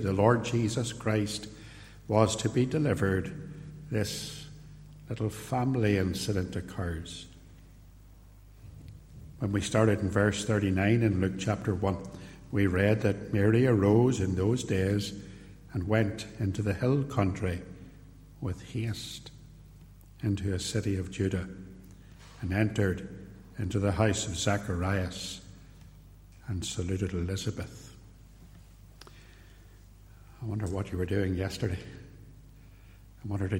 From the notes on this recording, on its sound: This sermon was preached at Ballymacashon and at Templepatrick reformed Church and was recorded at TRC.